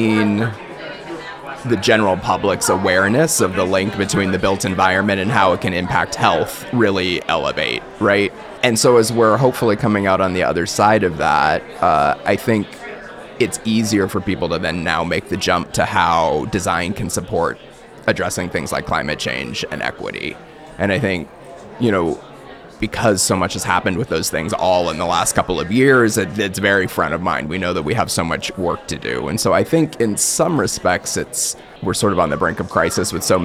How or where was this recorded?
busy venue